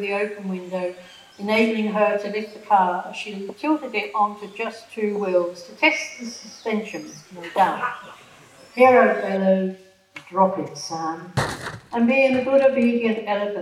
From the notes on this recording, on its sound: This free public lecture was part of the History Trust of South Australia's Talking History series.